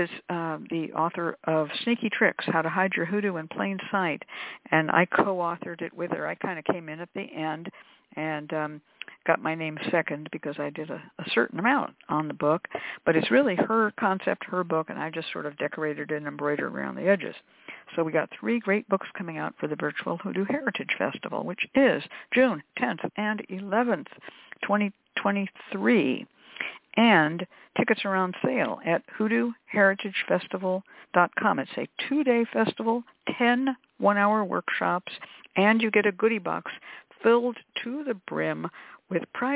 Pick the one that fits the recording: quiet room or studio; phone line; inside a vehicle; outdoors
phone line